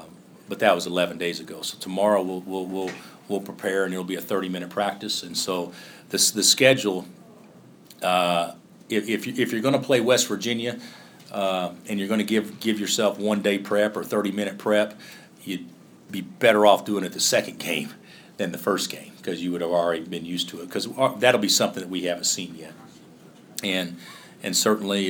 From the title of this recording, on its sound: Press Conferences & Post-Game Interviews